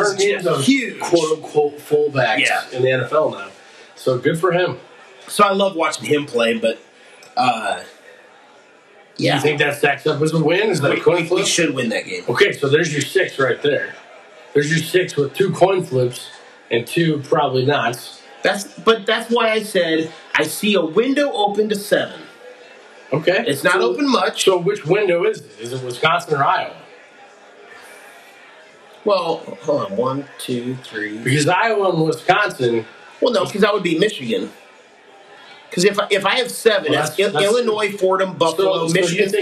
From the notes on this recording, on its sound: You'll hear that in the recording quality on this first one, but it'll be better by next time.